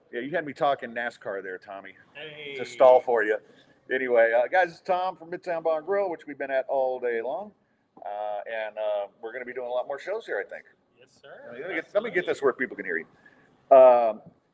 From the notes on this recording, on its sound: Recorded on site at Midtown Bar and Grill.